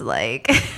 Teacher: it just sounds like your voice is frying · Term: vocal fry